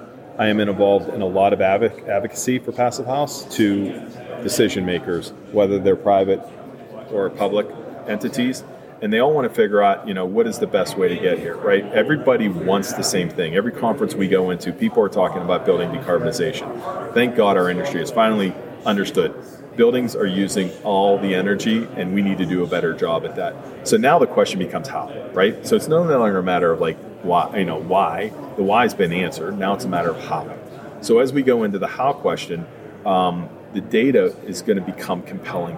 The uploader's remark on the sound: recorded at the Passive House Network Conference